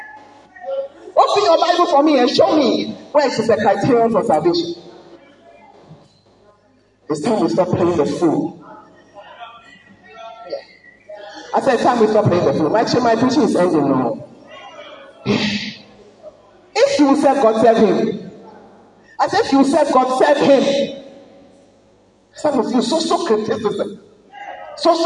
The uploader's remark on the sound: Preached at the Word Alive Service